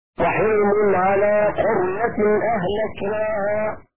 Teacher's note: بكسر الحاء وسكون الراء